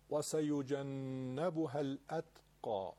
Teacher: نون مشدد دو حرکت غنش رو باید نگه داریم. وسيجنبها، تمام اینها حروفشون ترقیق دارن، نازک میشن، واو به خصوص، و وا نگید.